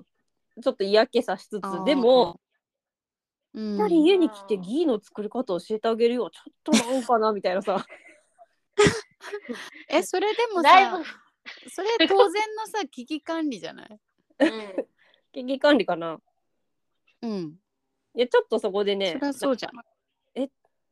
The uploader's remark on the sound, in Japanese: リモート収録につき時々途切れてますが。